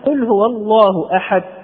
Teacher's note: وهنا إذا لم تقلقل الدال خرجت تاء مثلا